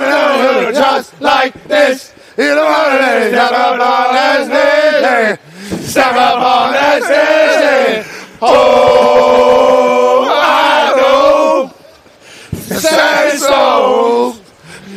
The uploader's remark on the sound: They are also LIVE from SoFi Stadium ahead of tonight’s National Championship MegaCast on ESPN2.